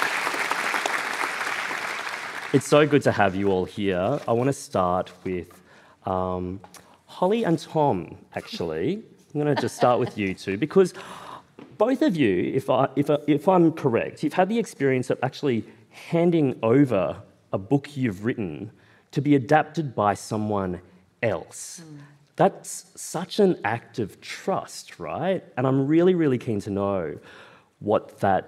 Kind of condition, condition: setting, live audience